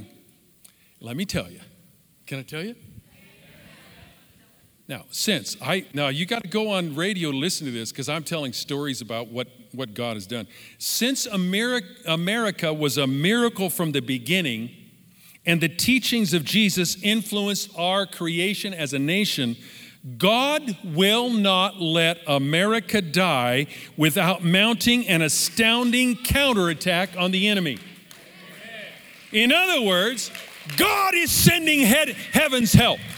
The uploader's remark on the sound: Live from our in Person 11am Service on September 20, 2020